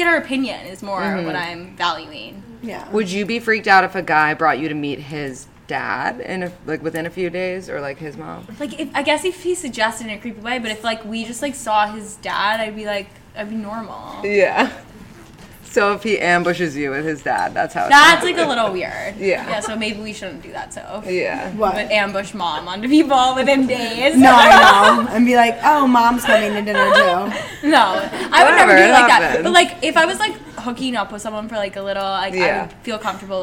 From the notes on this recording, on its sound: our first live podcast